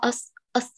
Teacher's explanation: لم يؤت بعوامل التفخيم كاملة ولا بالإطباق كذلك، فضعف صوتها